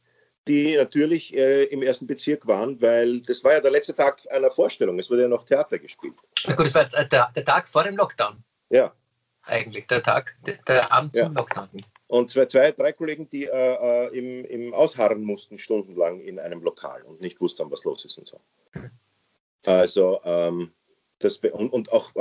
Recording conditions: video call